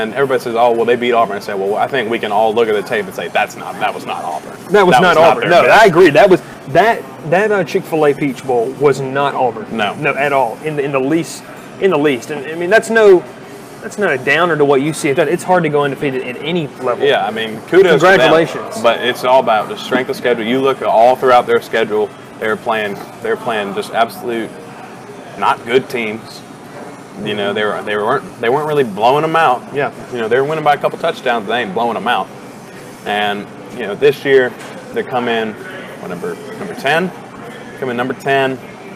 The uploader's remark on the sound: Live from Moe's BBQ in Rome, GA